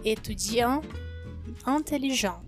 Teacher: Você vai ver que étudiant e intelligent são escritos com T no final, mas a gente só pronuncia até o N.